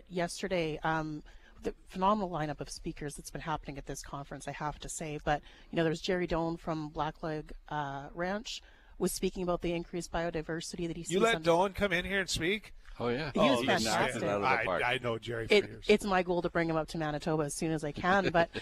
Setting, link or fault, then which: setting, busy venue